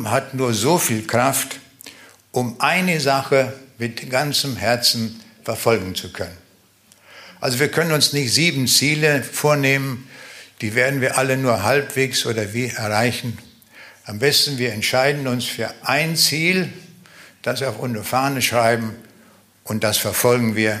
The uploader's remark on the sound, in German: Live Mitschnitt in Zavelstein.